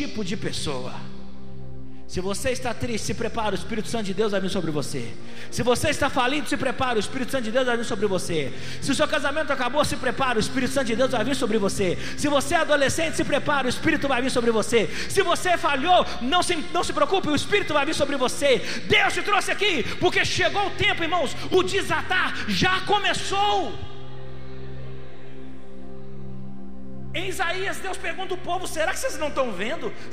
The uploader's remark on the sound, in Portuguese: Foi gravada ao vivo no dia 09/02/2020, no culto dominical da Igreja Vale Da Benção - BH.